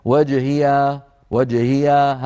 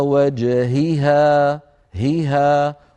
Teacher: هيها التقى في هذه الكلمة هاءان متتاليتان، هي هاء، هاء مكسورة وهاء مفتوحة، فعلينا أن نبينهما حتى لا يخطف الفم · Shown in: second take · فيأتي بهاء واضحة والثانية غير واضحة.